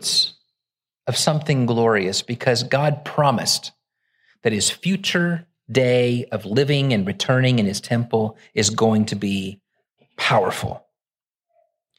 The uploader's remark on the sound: Originally preached at the West Side Church of Christ (Searcy, AR) on August 6, 2023.